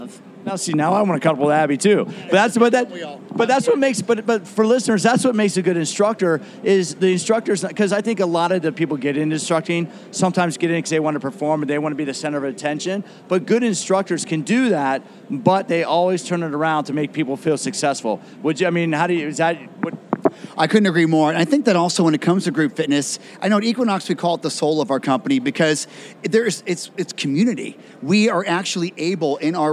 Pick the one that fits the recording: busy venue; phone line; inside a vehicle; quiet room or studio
busy venue